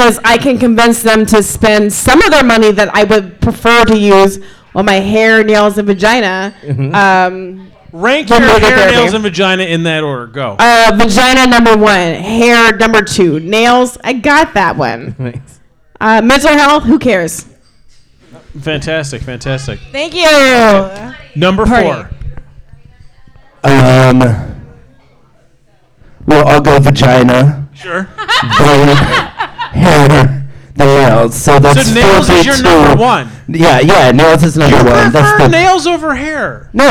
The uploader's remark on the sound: Live at the Looking Glass Lounge